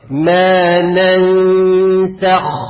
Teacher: عملت للخاء استعلاء بدون اطباق